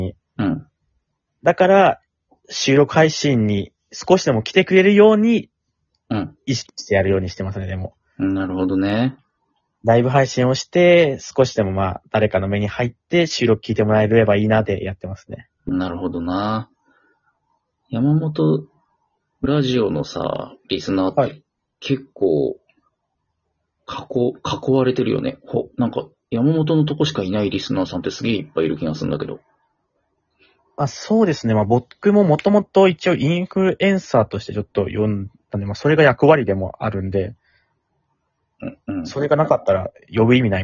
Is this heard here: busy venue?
no